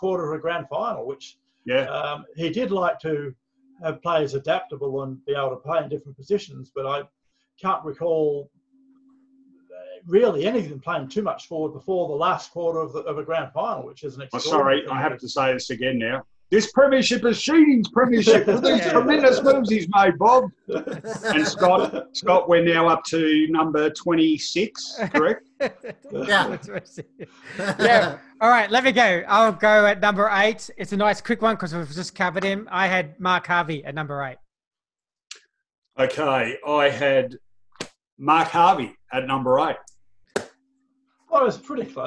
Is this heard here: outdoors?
no